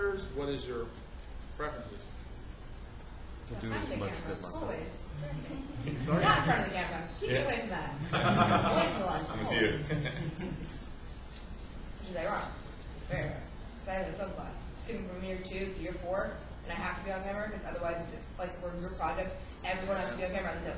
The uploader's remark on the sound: The How to make a Horror Movie panel from Connooga 2018!